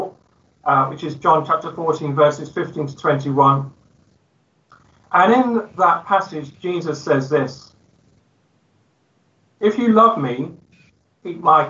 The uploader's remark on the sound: Christ Church, Bayston Hill (UK)